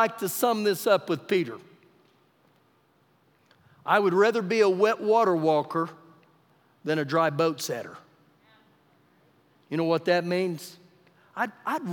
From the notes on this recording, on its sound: Recorded live during our Wednesday night service